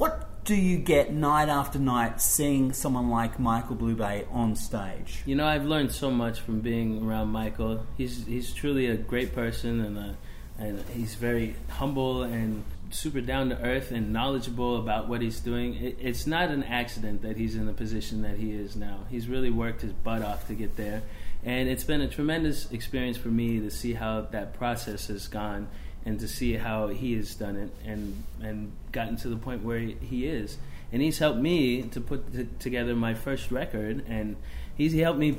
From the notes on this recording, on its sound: Whilst in Adelaide. Had a chat at Peter Rabbit in the heart of the City prior to that night's show.